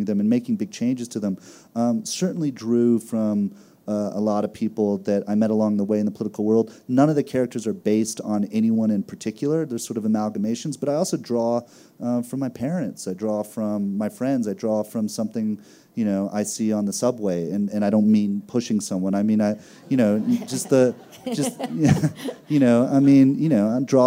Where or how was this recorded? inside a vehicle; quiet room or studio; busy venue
busy venue